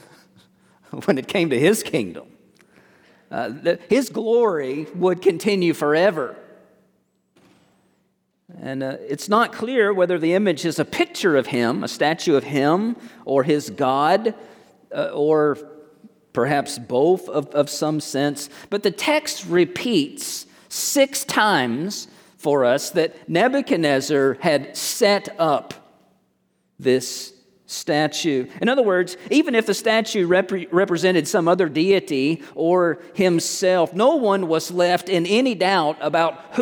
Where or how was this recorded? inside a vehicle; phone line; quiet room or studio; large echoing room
large echoing room